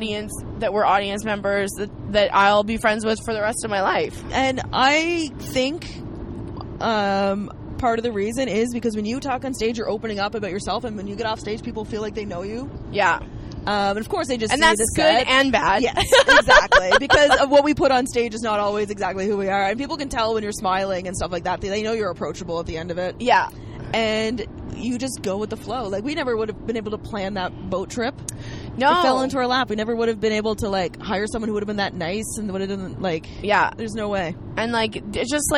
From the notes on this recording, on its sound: on a car ride from Moncton to the Halifax airport